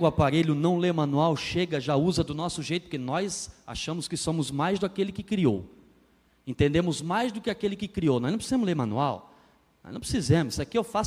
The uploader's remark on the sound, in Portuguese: na Igreja ABA Blumenau (Transmitido ao vivo)